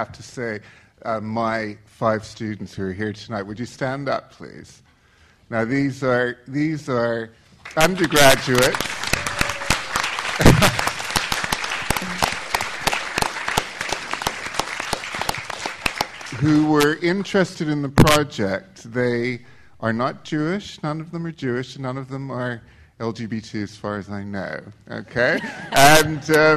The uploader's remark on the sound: This podcast is a recording of the Q&A session that followed the film screening to mark the opening of the exhibition on 6 February 2014.